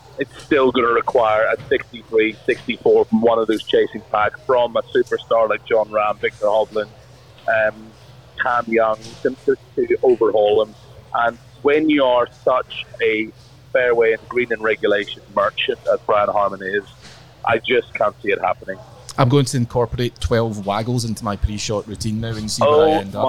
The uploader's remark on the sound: LIVE from Royal Liverpool